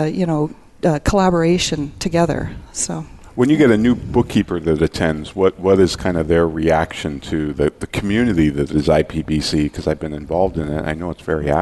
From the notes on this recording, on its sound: At the 2016 IPBC Ignite Confrence. Live Broadcast at the The IPBC IGNITE Conference.